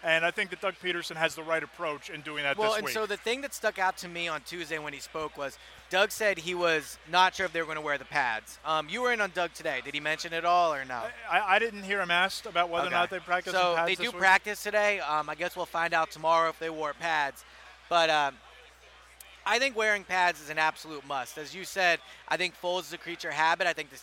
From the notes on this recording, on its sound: Recorded from Radio Row at Super Bowl 52